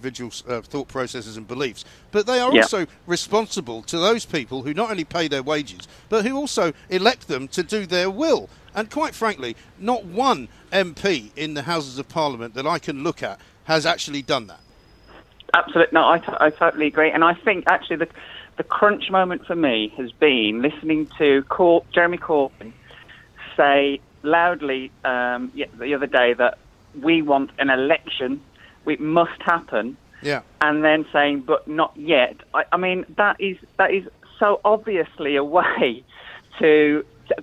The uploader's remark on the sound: Live from College Green.